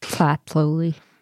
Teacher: you got to like push the air. It's like you don't really pronounce the T. It's more like clatoli.